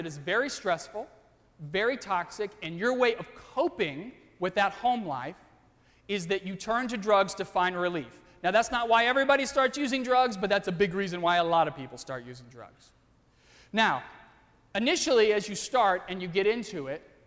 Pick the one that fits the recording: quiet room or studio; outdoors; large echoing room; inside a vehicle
large echoing room